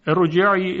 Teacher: در کلمه ارجعی را ساکن هست، قبلش کسره قرار گرفته، اما ترقیق نمیشه